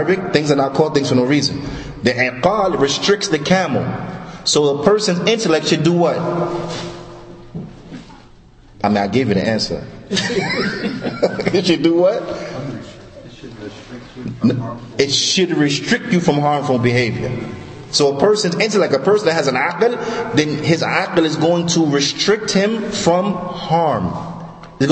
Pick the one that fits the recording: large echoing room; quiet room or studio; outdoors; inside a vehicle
large echoing room